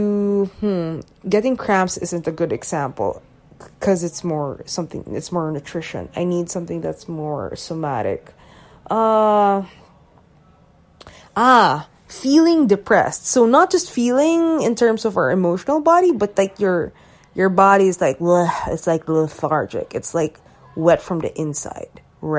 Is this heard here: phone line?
no